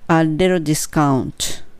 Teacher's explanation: リトもリトルじゃなくて、レロ、レロ、L になります。L が3つある感じ、あ、レロですね。a little discount になります。はい。でね、次に、もうね、あの、数字を言っちゃいましょう。15ドルにしてくれませんか ?15ドルなら買いますよ。っていうことを言ってみましょう。はい。まあ、これはそのやつ数字書いてもらったらいいんですけども、Will you sell it for $15?Will you sell